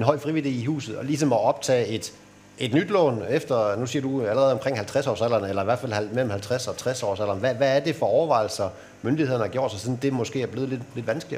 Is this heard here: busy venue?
yes